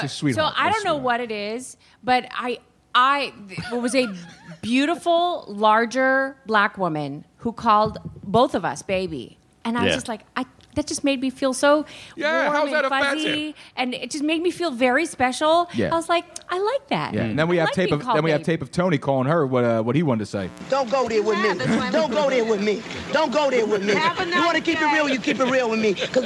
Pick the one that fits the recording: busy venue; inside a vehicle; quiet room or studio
busy venue